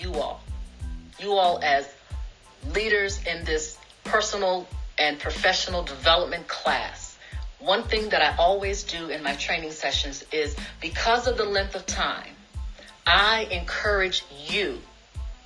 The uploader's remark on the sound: This is the audio version of an Instagram Live web class